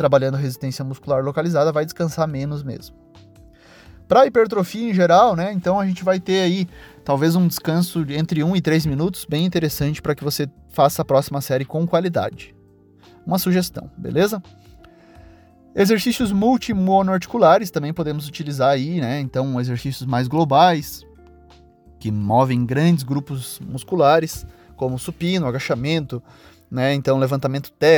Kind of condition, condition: setting, inside a vehicle